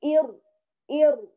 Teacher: ارتعادة واحدة فقط في بنية الراء